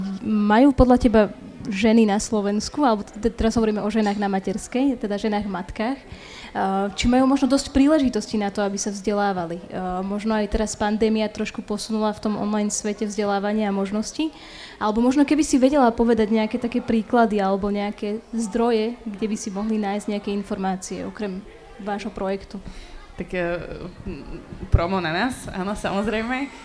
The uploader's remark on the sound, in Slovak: Rozhovor sme nahrávali na festivale Učiaca sa Trnava v októbri 2021.